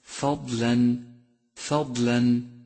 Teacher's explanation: فالفاء مرققة والضاد مفخمة مطبقة